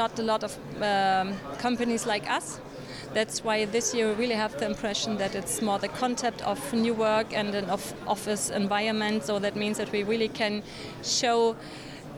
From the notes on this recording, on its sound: A series of interviews from the show floor at Ambiente 2024 in Frankfurt, Germany. Mega consumer products show Ambiente took place in the German city of Frankfurt at the end of January.